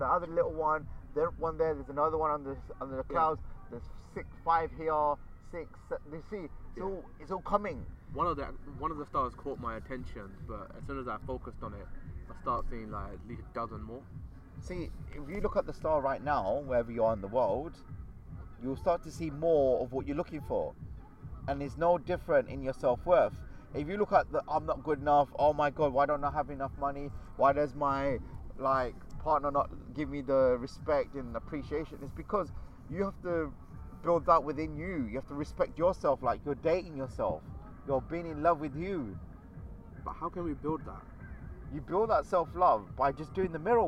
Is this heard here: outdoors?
yes